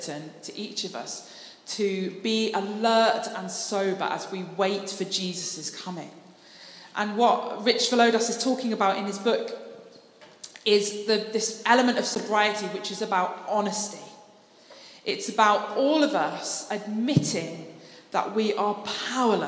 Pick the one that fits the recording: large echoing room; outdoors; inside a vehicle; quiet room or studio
large echoing room